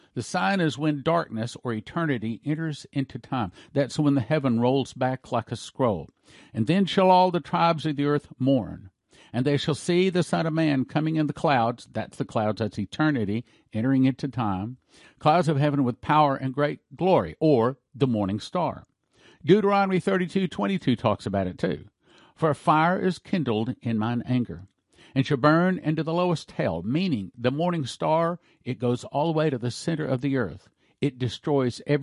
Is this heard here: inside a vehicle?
no